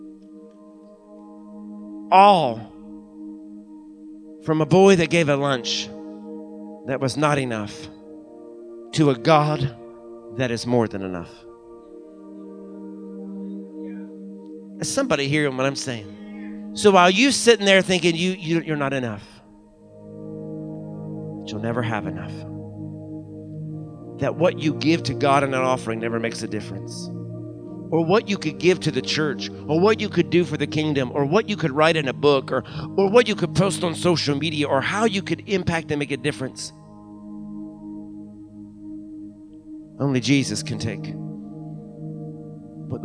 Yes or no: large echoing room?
yes